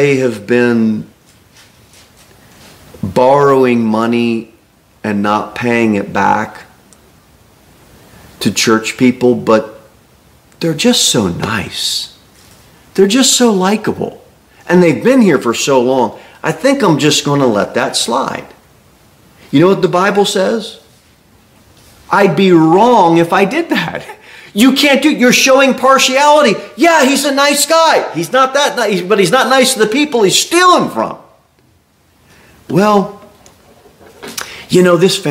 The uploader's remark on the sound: Sermon delivered at Pilgrim Baptist Church on Thursday, February 15, 2024, at 6-15 pm.